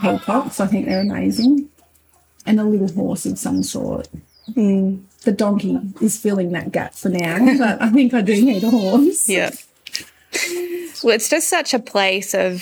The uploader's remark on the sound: We have a noisy episode for you this week